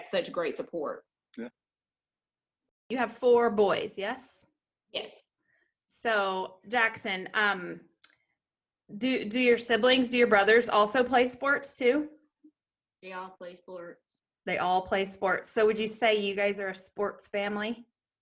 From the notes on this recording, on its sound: This time we Zoom with a special young man